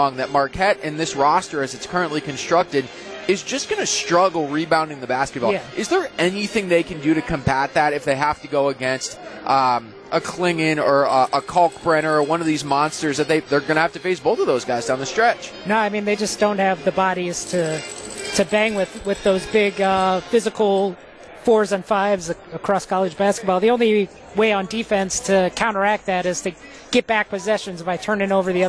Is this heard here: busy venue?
yes